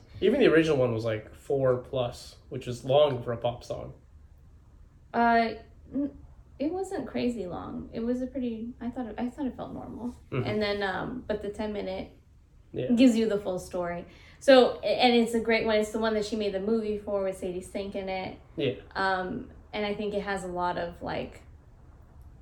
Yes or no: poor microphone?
yes